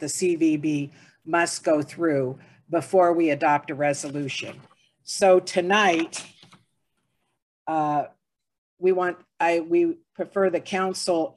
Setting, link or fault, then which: link, video call